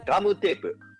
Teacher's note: ガムテープ、これって母音はあうええうね